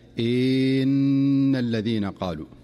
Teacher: ومن أمثلة ذلك كأن يقول القارئ: إن الذين قالوا، يخطئ البعض فيها فيخرج بين الهمزة أو فيخرج بين الهمزة والنون المشددة صوتا خفيفا كالياء، إن الذين قالوا، وكأنهم أضافوا حرفا جديدا بين الهمزة والنون. · Term: التوليد